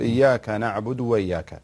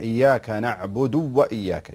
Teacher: يخفي الضمة أو أنه يخفي الواو فينطقها واحدة · Shown in: first take · يضغمها. فيقول إياك نعبد وإياك.